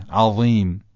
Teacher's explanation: فتحه این یه مقدار به سمت الف میل پیدا میکنه تا این وا درست و درشت تلفظ بشه، عظیم. پس ببینید تلفظ وا چقدر ساده بود، تلفظ عین ذال ولی کمی غلیظ و درشت.